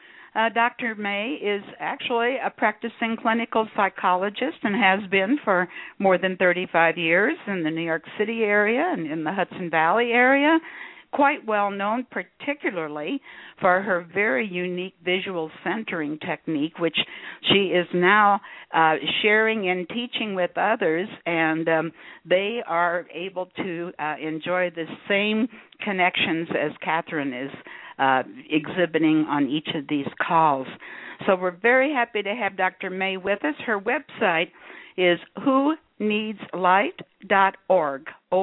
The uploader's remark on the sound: personal responses to callers during the special call-in segment